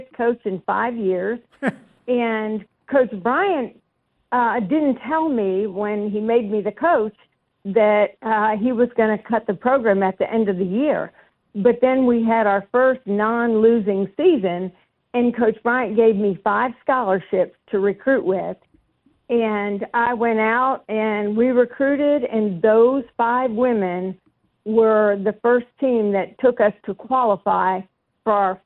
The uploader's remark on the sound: more of your phone calls